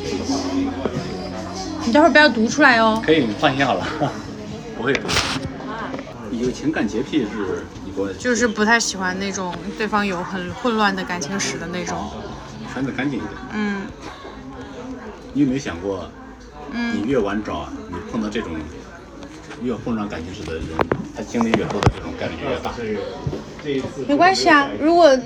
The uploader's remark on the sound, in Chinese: 婚介机构的录音，录制于公共场合